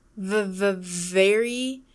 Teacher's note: To make the V sound, you do the exact same thing you did to make the F sound, but the V sound is voiced. By voiced, I mean your vocal cords vibrate.